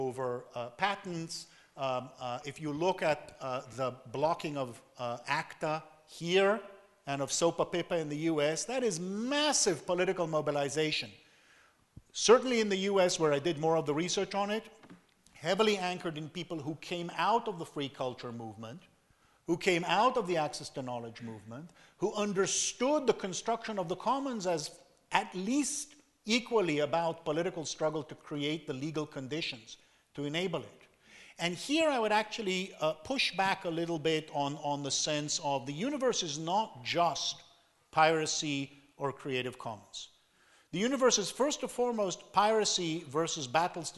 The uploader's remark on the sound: Talk with an engaged audience at the UN|COMMONS conference in Berlin. UN|COMMONS was the 15th annual conference of the Berliner Gazette.